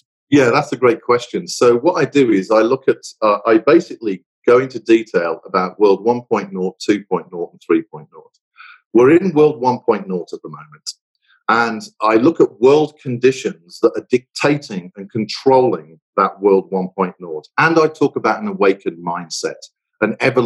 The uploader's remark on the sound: The audio for this episode is taken from a recent Crestcom Webinar: Leadership in the Age of Artificial Intelligence.